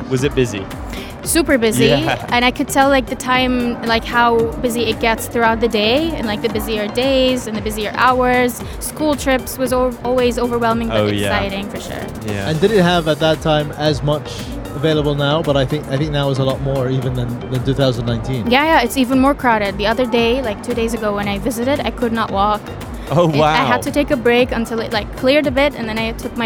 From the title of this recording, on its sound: Live From SIBF 2023